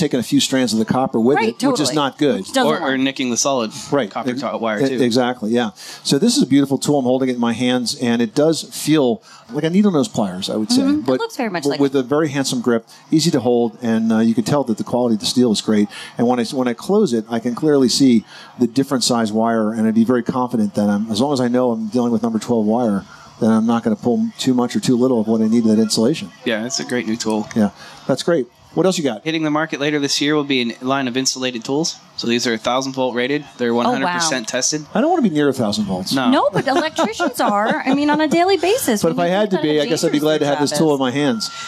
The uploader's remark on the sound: Live from the 2018 National Hardware Show